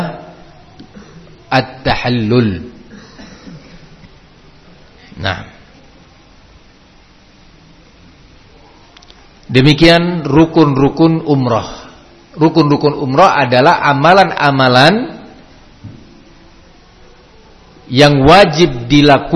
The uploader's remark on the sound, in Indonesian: di Masjid Ma’had as-Salafy Jember